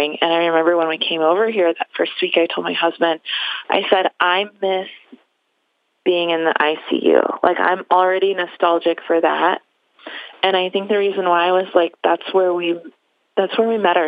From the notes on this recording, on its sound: In this episode, we open up our phone lines in the middle of the night